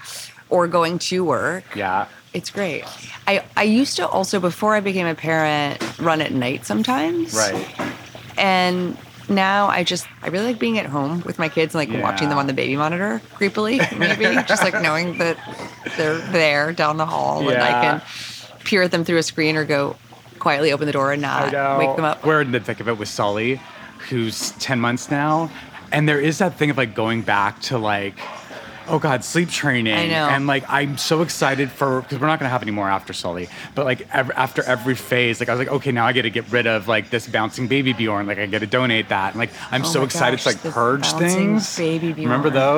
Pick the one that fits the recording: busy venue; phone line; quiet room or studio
busy venue